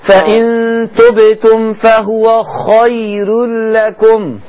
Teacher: الخاء عالية بس الراء مرققة